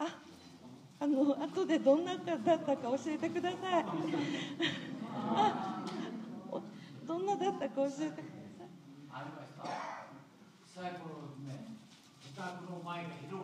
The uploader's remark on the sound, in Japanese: 田川市美術館で開催された山本作兵衛さんのドキュメンタリー映画【作兵衛さんと日本を掘る】の上映&トークイベントの模様をじっくりお届けします。